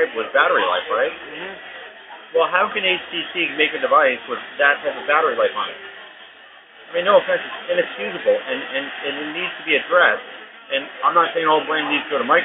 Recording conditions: poor sound quality